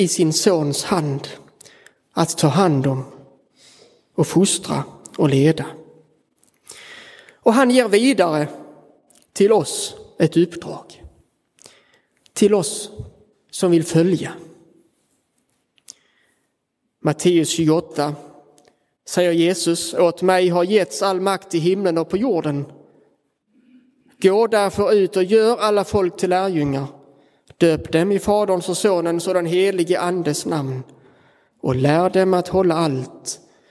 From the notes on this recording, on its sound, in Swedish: Inspelad i Roseniuskyrkan den 23 april 2023